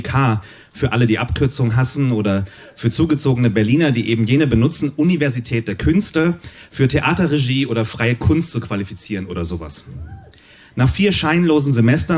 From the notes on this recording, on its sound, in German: Ausschnitte aus der Veranstaltung vom 05.08.2020 im Kulturhaus Insel der Jugend, Berlin. Heißen Dank an das Kulturhaus Insel, unser tolles Publikum.